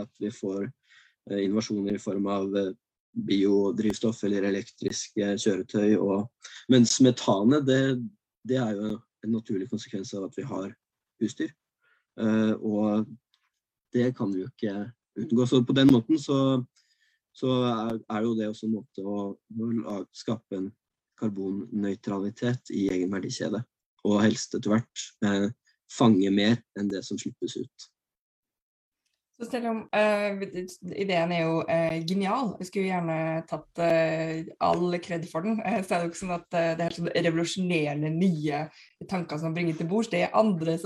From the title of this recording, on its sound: Live Zoom